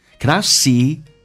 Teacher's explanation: Butterflies cannot see.嘴角咧到极限 cannot 的 T 不发音，这叫略音